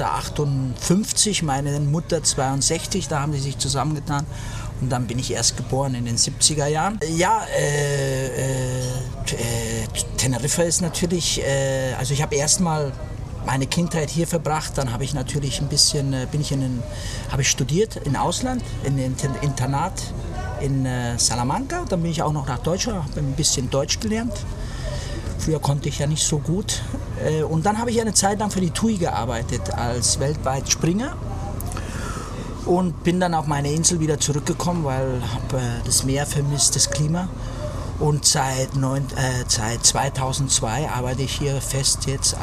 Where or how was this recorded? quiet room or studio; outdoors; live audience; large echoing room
outdoors